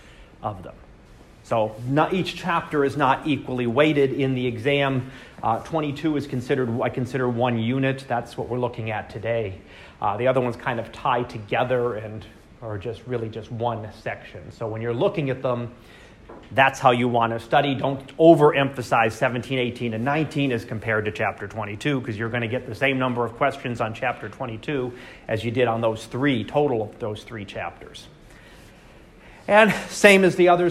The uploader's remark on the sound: Live Class Lecture